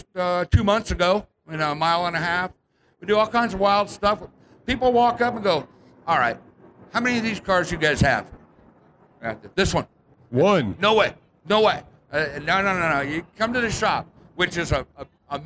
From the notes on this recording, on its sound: SEMA SHOW 2019 An Automotive Celebrity Mash-Up from the Shell Pioneering Performance Stage. Rock the Shell Pioneering Performance LIVE Stage at the SEMA Show in Las Vegas.